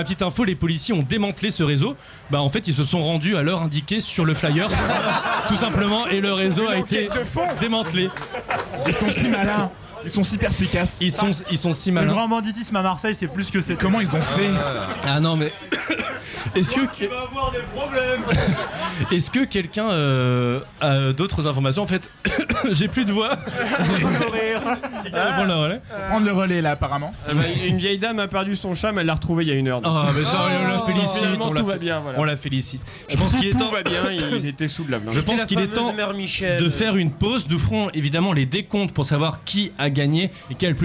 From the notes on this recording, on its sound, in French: Un Chablis exceptionnel en direct du Pola, dans le cadre de la soirée spéciale Europe avec Euroscope. Qui n'avait pas de micro ce soir.